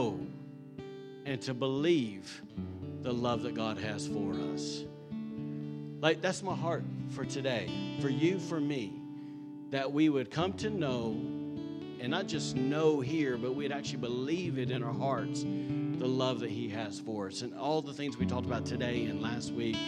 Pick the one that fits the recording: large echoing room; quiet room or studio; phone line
large echoing room